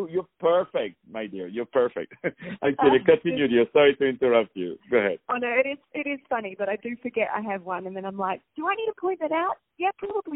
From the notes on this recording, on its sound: On the phone